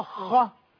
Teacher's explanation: فهنا سبب المد هنا لازم أن الألف أو الواو أو الياء يجي بعدها حرف مشدد والحرف المشدد بحرفين والحرف الأول فيهما ساكن يبقى سبب المد هنا إيه السكون السكون الأصلي الذي لا يتغير الذي يكون في الوصل سكون وفي الوقف سكون · Term: المد لازم